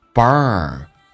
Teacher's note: 美式发音当中需要重度卷舌，整个舌身往回卷，卷到极限，在极限停留一点点